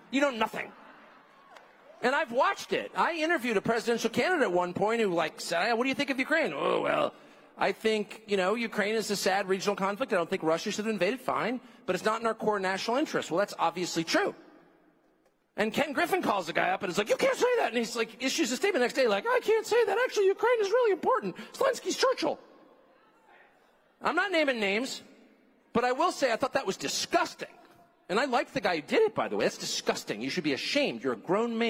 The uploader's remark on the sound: speaks at AmericaFest